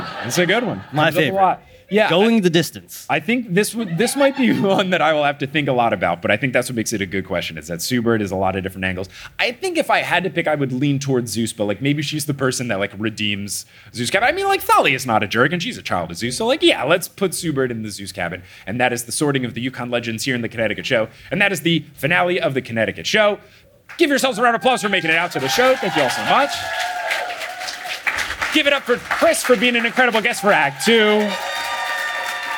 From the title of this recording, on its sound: LIVE in Hartford!